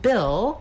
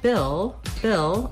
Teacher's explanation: Bill, we have the vowel I, which is a lax high front vowel